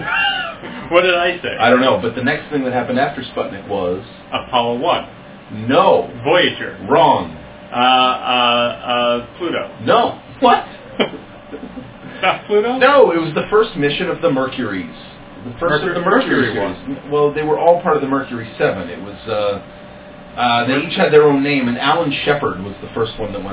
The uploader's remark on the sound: We screwed up the sound quality (worse than in the first eight episodes).